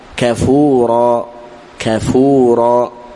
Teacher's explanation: هنا فائدة هنا يعني الألف يتبع ما قبله أيضا في الراءات فكفورا سبق الألف إيش راء مفخمة فنفخم الراء ونفخم معه الألف